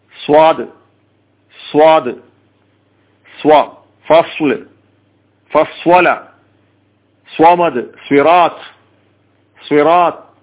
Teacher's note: സ്വാദ് നാവിന്റെ അറ്റവും താഴെയും മേലെയുമുള്ള മുൻപല്ലുകളുടെ ഇടയുമാണ് ഉപയോഗ ഉപയോഗപ്പെടുത്തുന്നത് നാവ് പുറത്തേക്ക് വരരുത് സ്വാദ് സ്വാദ് സ്വ ഫസ്ല് ഫസ്വല സ്വാമദ്